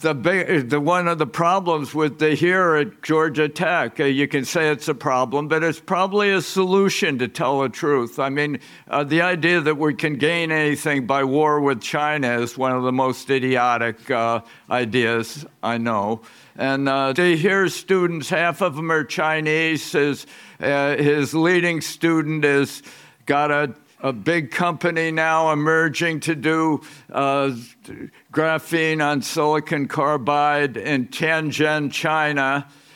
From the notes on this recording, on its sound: Live from the 2024 Smead Investor Oasis